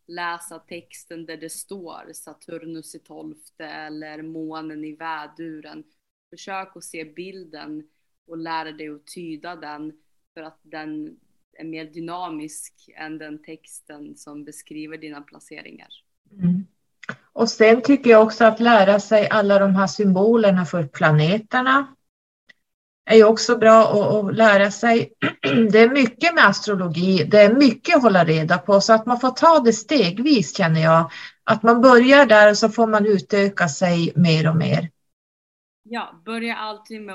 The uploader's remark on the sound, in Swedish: Jag hörs bra så blev tvunget att skruva upp volymen och då blev min röst ännu starkare.